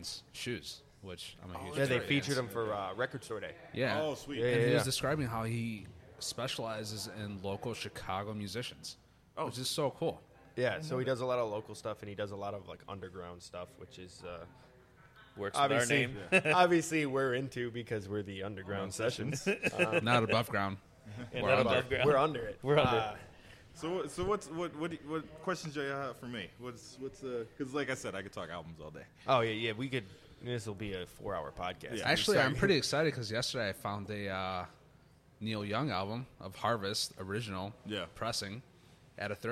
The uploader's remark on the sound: Live at Lo Rez Brewing in Chicago